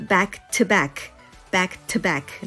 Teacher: 最初の方の back これは K がほとんど聞こえない、感じになります